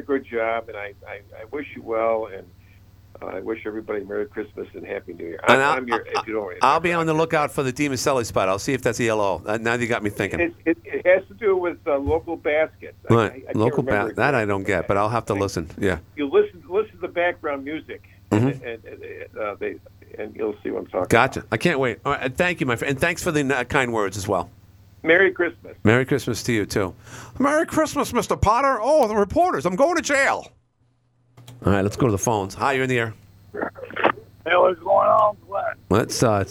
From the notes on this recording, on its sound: called in from North Carolina